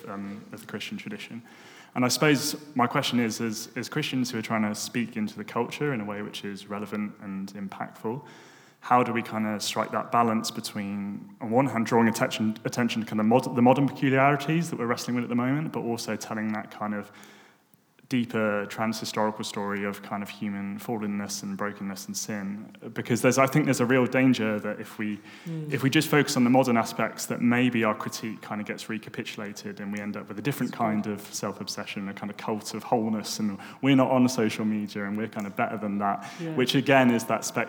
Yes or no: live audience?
yes